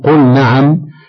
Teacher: إذا وقعت النون بعد اللام الساكنة مثل قل نعم، فلا إدغام مع أنهما متجانسان